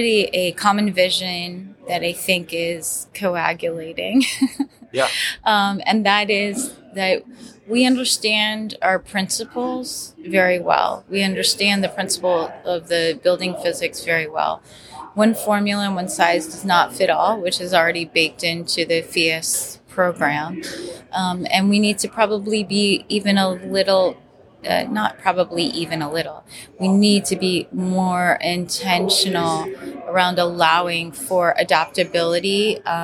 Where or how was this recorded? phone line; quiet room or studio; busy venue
busy venue